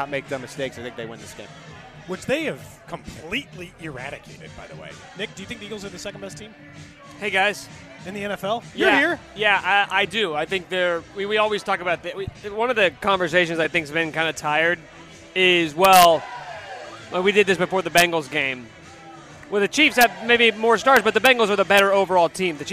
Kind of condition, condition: setting, busy venue